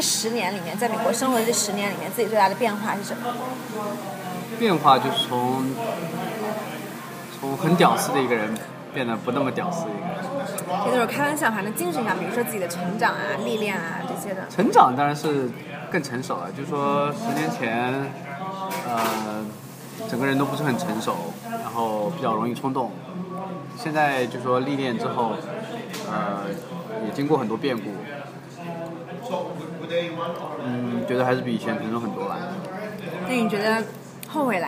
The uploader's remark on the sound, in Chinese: 本期节目音质不太理想。在纽约的某个小酒吧里边吃边聊的。